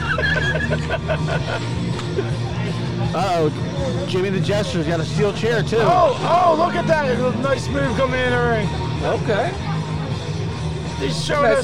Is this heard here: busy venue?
yes